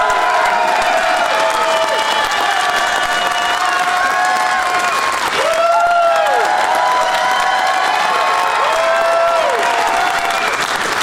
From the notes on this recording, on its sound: Live from the Bastile Theatre in Indianapolis